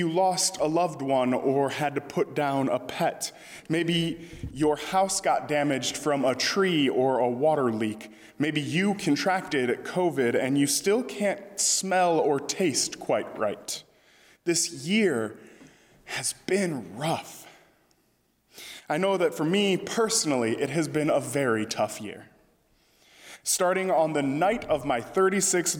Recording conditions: large echoing room